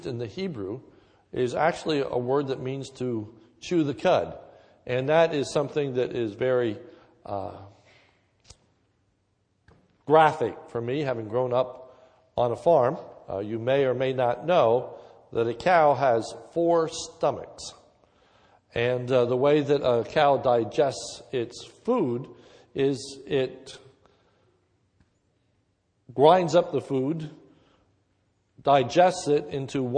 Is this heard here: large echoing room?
yes